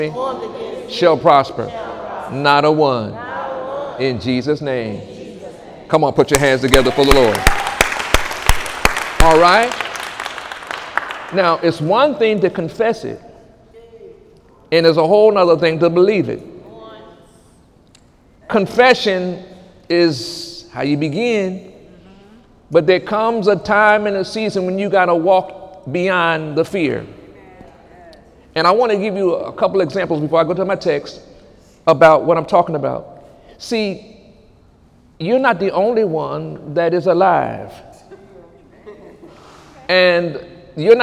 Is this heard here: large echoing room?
yes